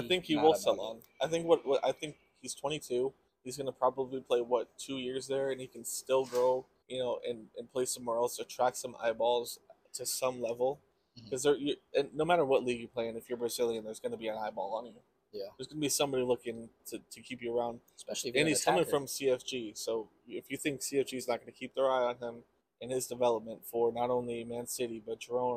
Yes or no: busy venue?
yes